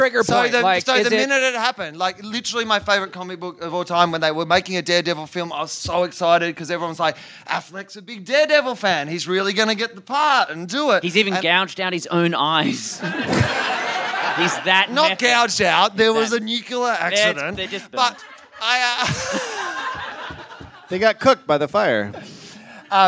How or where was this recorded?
live audience